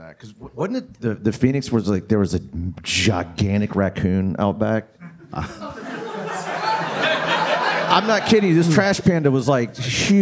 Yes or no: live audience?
yes